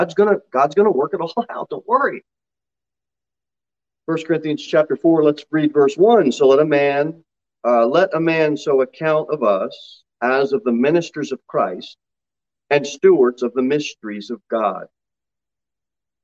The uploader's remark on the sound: Sermon delivered at Pilgrim Baptist Church on Sunday, March 20, 2022 at 11:15 am.